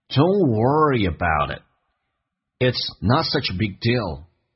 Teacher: it's not such a bigdeal， it's not such a big deal 就是没有什么大不了的。 such 跟 a 连在一起叫 such a big 的 g 可以不用发音